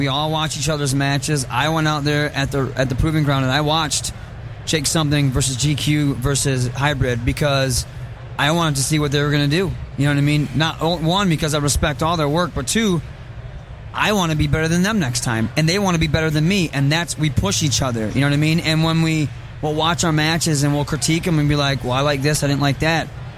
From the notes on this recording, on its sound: Live From Motor City Comic Con